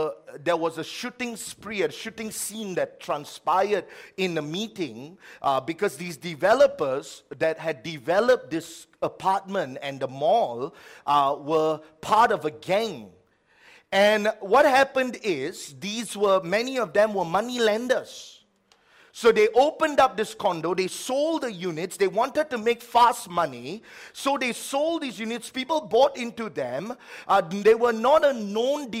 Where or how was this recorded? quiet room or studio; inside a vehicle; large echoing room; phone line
large echoing room